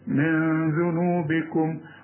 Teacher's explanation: الذال من حروف الإخفاء، عاوزين غنة بس ما تستعملش لسانك في النون دي